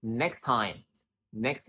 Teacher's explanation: It has two T. So link them together, become one T.